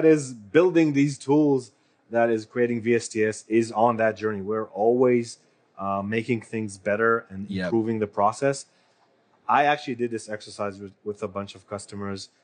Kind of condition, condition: setting, busy venue